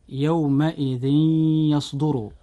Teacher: كلمة يومئذ بها تنوين، وقد جاء بعد التنوين حرف الياء في كلمة يصدر، فهنا وقوع الياء بعد التنوين لابد أن يحدث الإضغام بغنة، فنقول يومئذ يصدر.